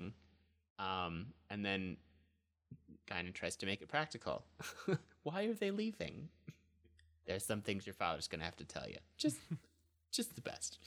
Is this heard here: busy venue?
no